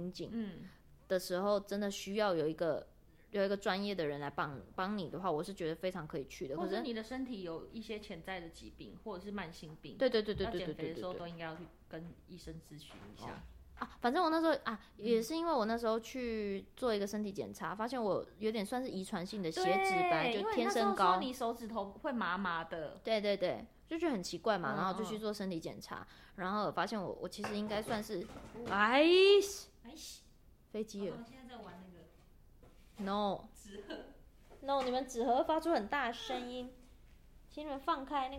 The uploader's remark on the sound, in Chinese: 這集錄製的時候兩貓不知為何特別衝撞，大家聽到的碰撞聲都是貓咪提供的音效喔！